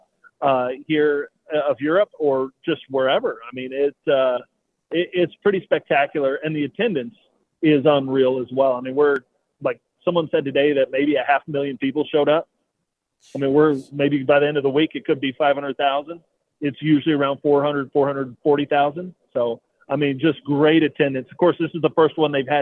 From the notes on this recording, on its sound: Calls in from Hanover, Germany where he is attending Agritechnica.